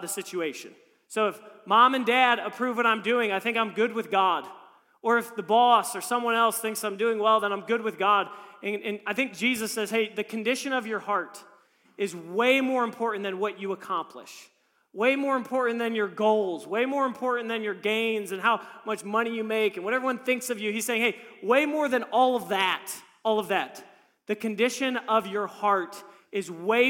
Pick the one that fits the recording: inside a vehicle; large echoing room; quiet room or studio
large echoing room